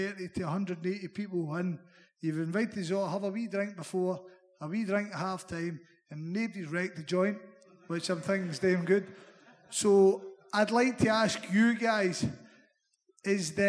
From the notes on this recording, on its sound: The Blizzard Live in Edinburgh. The second half of the Blizzard's live Q&A event held at the WS Society in Edinburgh on 19th May. The panel took questions from the audience.